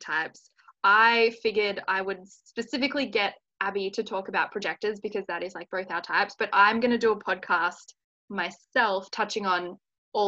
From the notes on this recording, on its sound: I had a really fun, casual chat over Zoom.